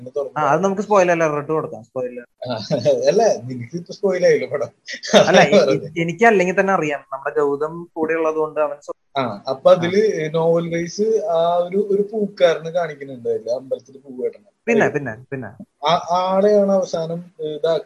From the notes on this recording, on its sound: people from different parts of the world discuss over the phone